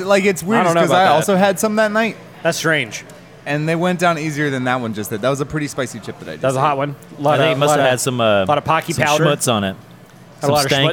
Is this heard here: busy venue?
yes